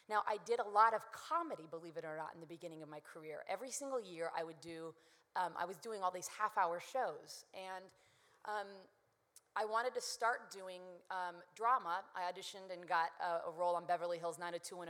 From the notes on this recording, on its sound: Recorded at the 2007 International Achievement Summit in Washington, D.C.